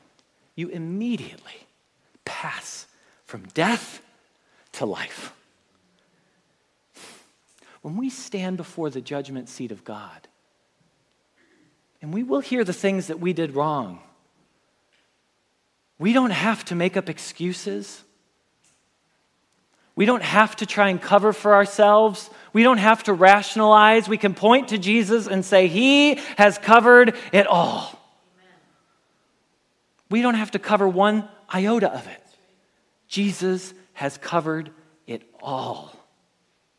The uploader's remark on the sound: Message Preached at Valley Creek Church